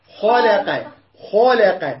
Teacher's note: الخاف مفخم واللام مرقق والقاف مفخم